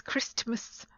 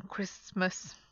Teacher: So a couple of words with IST, you just say IS, so Christmas. · Shown in: second take